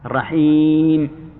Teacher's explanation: المد جاء بعد الحاء، ولهذا يقول العلماء إنه تمد الحاء